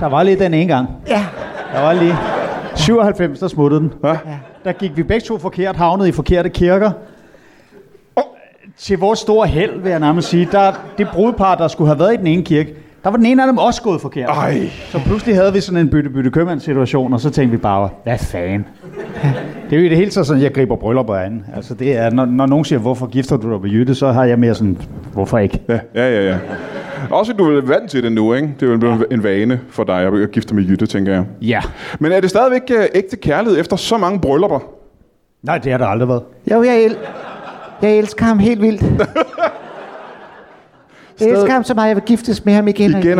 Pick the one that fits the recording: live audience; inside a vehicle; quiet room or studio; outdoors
live audience